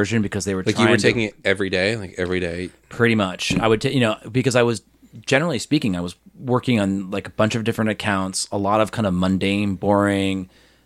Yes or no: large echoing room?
no